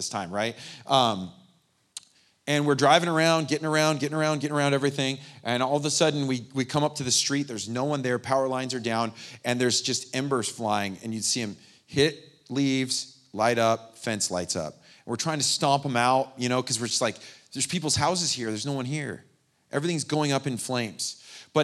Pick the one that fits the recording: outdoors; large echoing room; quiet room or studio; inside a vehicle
large echoing room